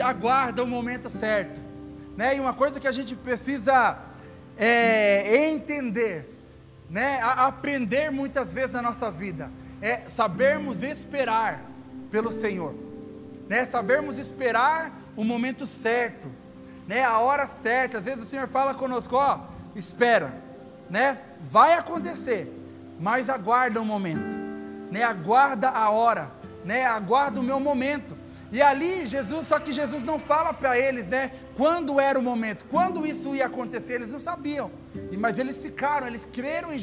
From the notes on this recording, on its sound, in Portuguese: Áudio do Culto de Domingo